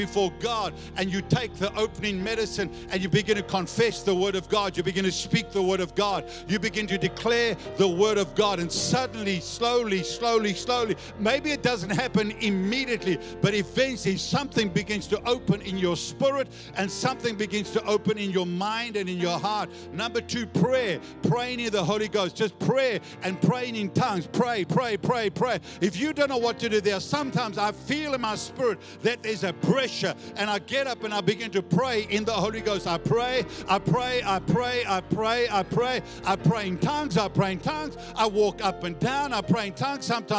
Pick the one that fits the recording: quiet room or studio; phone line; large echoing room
large echoing room